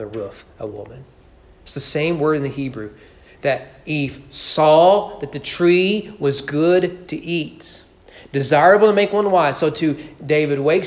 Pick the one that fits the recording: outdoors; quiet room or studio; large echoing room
large echoing room